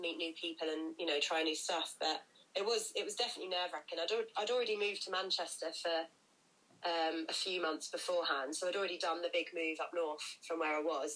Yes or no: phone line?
yes